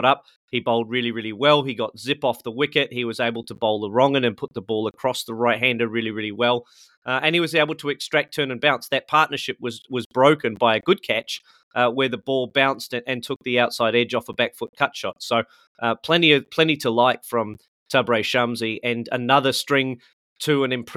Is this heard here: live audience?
no